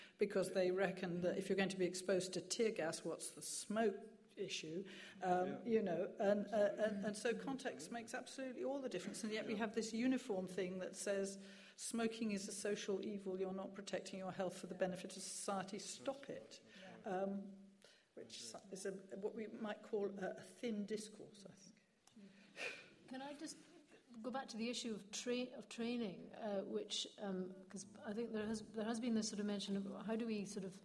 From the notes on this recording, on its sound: Questions from the audience